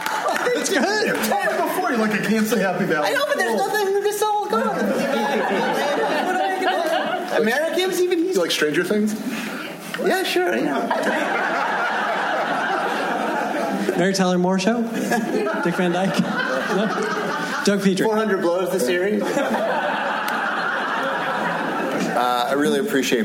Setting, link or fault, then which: setting, live audience